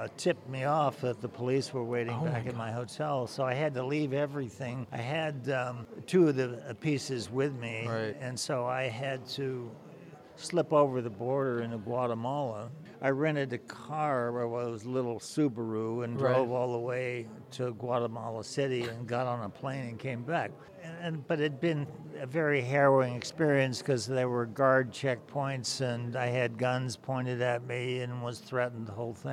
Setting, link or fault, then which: setting, busy venue